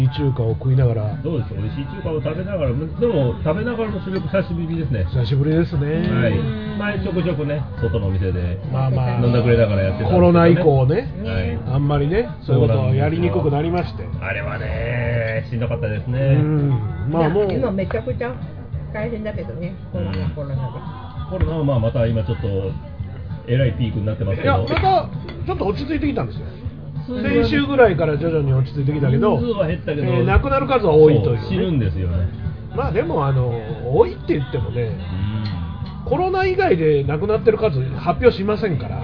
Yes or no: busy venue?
yes